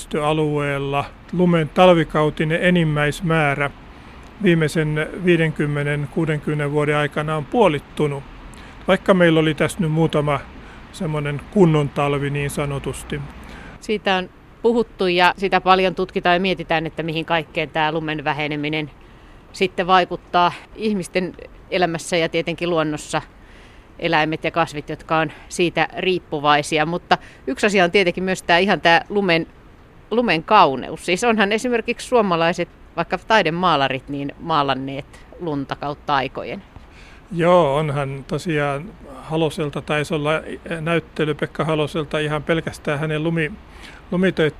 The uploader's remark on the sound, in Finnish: vesisateisella lumiretkellä